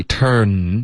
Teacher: 结尾你的舌尖得顶上颚后面